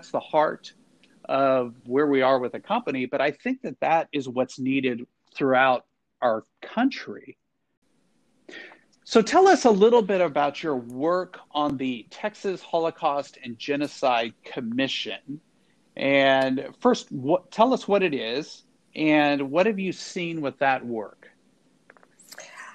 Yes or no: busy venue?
no